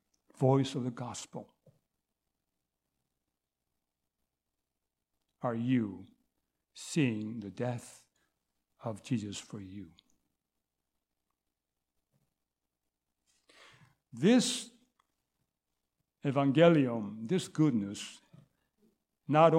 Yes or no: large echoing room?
yes